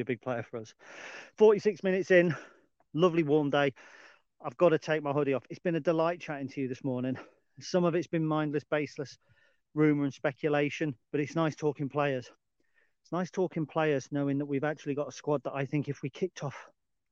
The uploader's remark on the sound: This was recorded as a live feed, on location in the Lincolnshire Wolds, and as such, you may hear birds singing, and some lower audio quality than normal.